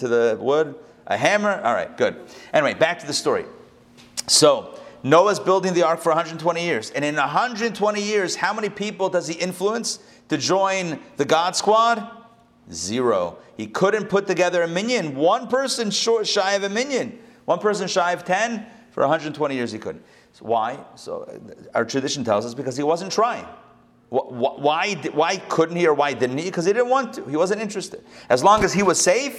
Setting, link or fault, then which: setting, live audience